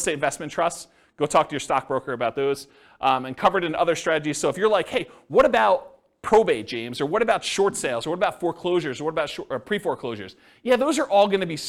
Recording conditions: live audience